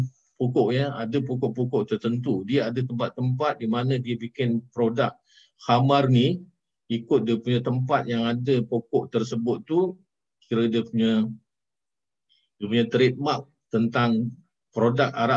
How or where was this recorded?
video call